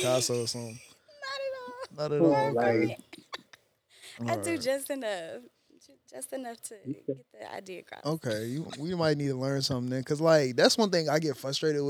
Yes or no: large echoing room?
no